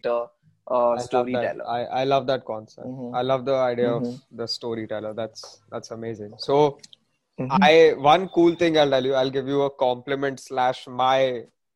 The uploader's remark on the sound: Zoom Meeting